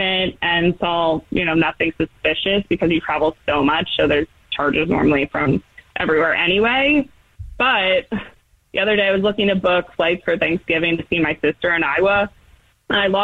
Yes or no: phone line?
yes